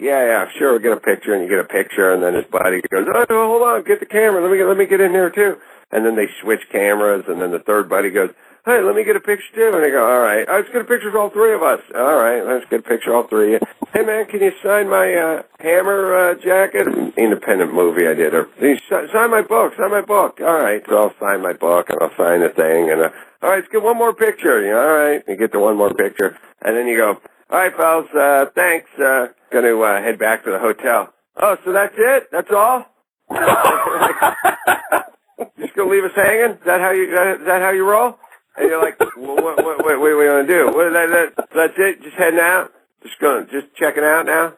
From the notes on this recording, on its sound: This interview recorded over the telephone for the radio.